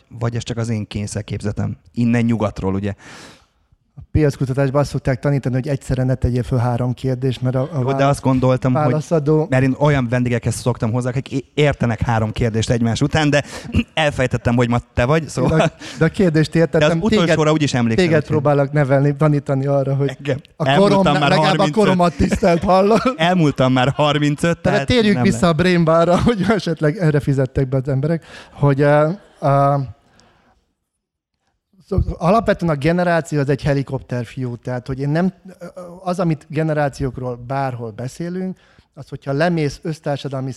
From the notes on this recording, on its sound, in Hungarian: Ez a Ma is tanultam valamit podcast különkiadása, ami a Brain Bar fesztivál első napján készült közönség előtt.